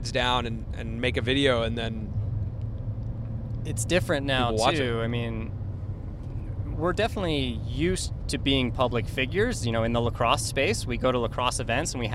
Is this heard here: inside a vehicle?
yes